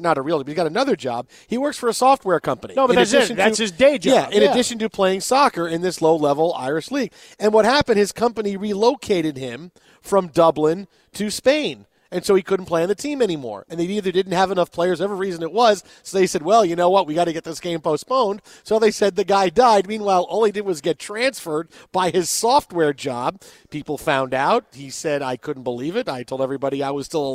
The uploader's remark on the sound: The guys broadcast live from the Westin Bonaventure in Los Angeles.